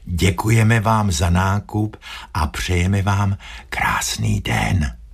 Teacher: To slovo den je tam vysloveno skutečně šeptem.